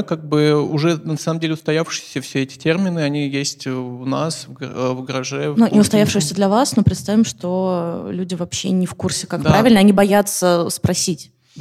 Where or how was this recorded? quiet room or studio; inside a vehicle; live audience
live audience